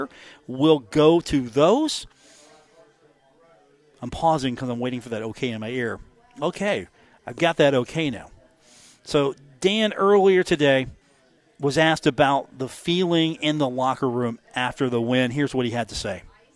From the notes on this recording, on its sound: Broadcasting live from The Union Pub and Grill, 1125 4th Avenue in Huntington